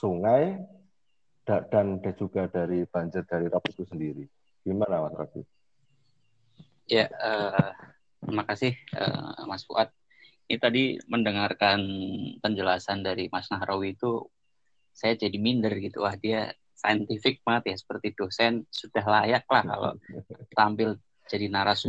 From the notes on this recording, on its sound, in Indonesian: maaf atas kekurangan kualitas audio karena proses dilakukan secara online jarak jauh